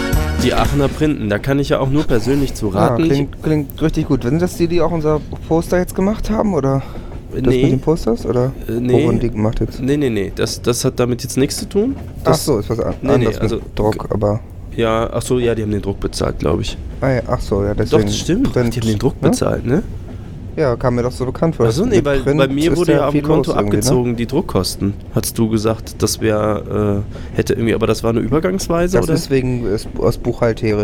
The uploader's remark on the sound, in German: Live aus voller Fahrt mit der deutschen Bahn